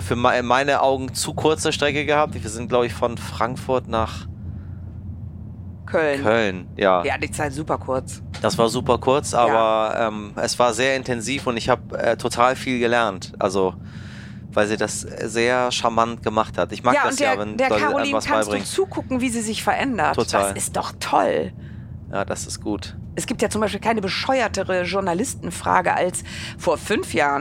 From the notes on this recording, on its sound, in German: Ideale Voraussetzungen also für eine gemeinsame Podcast-Aufnahme im ICE zwischen Köln und Dortmund.